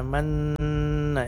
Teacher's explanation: Mad jais mufassil Rabbana amanna, panjangnya 4 harakat. Kemudian ada nun yang bertasydid pada kata amanna, ini namanya gunnah, gunnah musyaddadah, panjangnya juga 4 harakat.